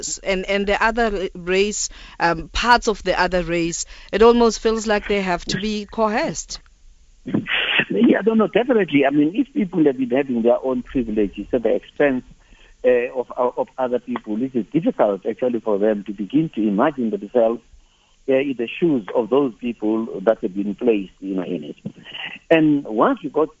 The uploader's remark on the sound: GUESTS (phone).